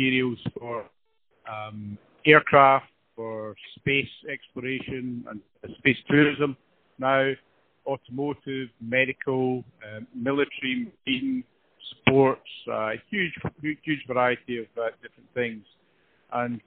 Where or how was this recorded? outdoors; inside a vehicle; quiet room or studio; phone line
phone line